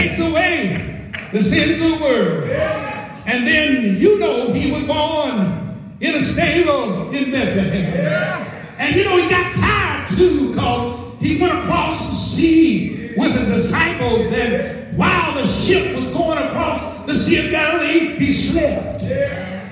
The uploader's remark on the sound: At the historic Clay Street Missionary Baptist Church, Shelbyville, Kentucky during their first ever “Big Enough Conference”